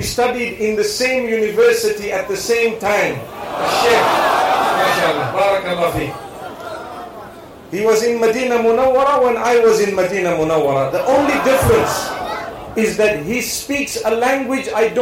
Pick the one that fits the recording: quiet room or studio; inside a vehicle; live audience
live audience